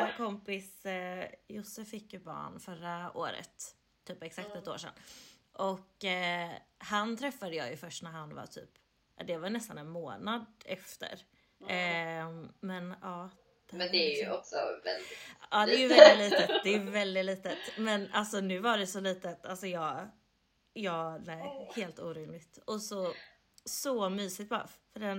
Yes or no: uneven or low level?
yes